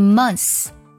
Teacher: 很多老外呢把这个单词当中的 th 就直接省掉了